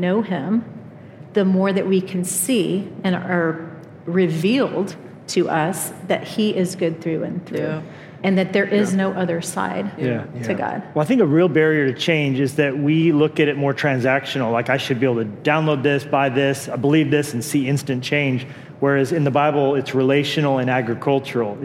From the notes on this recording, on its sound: Live from Passion 2021. Some highlights were short round-table conversations.